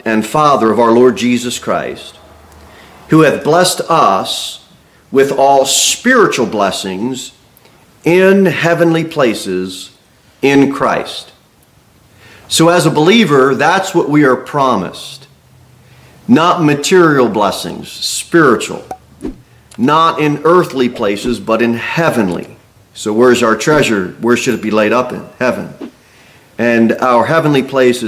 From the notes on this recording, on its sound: Sermon delivered at Pilgrim Baptist Church on Sunday, December 17, 2023, at 2-15 pm. Cookeville, TN 38501.